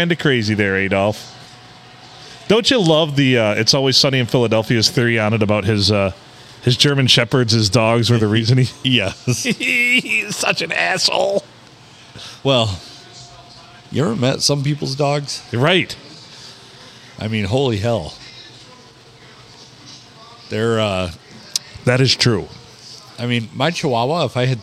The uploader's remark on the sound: Recorded in Minden City at the Stumble Inn.